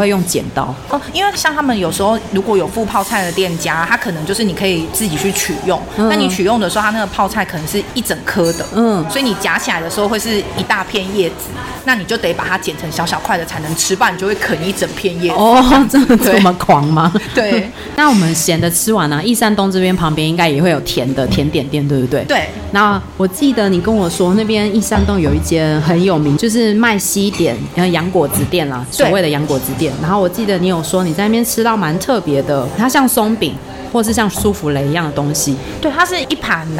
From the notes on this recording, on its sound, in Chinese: 本集白噪音指數：蚊風級 1/5。錄音地點： Coppii Lumii Living Coffee 冉冉生活 城中店。